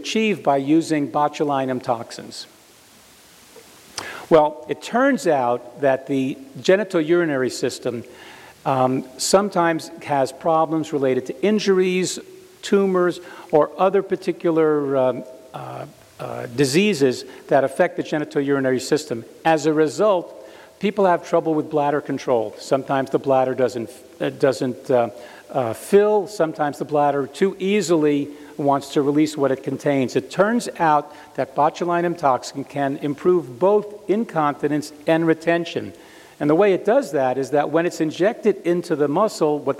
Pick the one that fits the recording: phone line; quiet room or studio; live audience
live audience